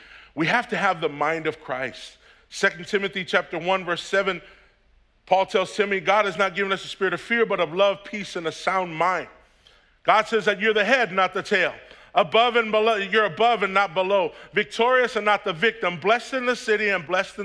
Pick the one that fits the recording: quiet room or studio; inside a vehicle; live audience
live audience